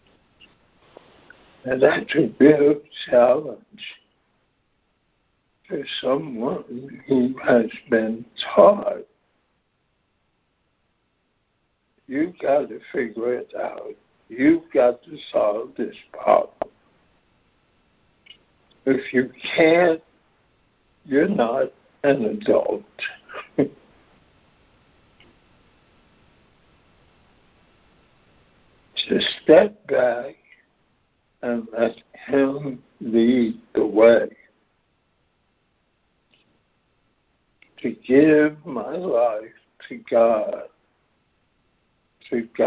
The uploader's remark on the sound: ACIM Daily Conference Call